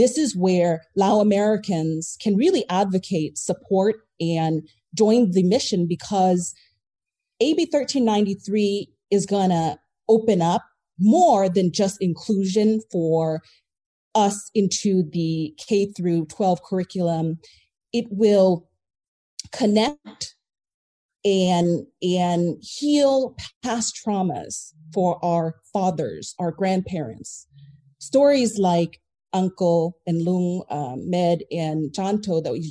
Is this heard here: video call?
yes